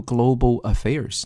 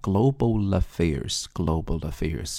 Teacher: 注意在读这俩词的时候呢，有一个 L 音加上元音的连读 · Shown in: second take